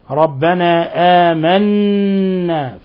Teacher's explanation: قوله آمنا نون مشددة، إذا شددت النون فلا بد من إعطائها غنة مقدار حركتين عند سائر القراء، فلو خففنا النون المشددة كان ذلك لحنا جليا، وكان في ذلك إسقاط لحرف في كتاب الله: ربنا آمنا.